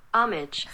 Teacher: the H is silent, but the rest of it is pronounced homage.